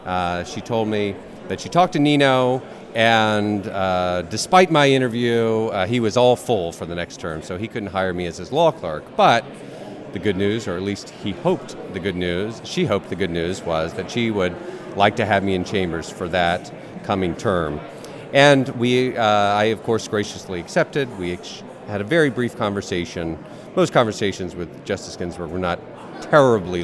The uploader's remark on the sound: Live from the Mayflower Hotel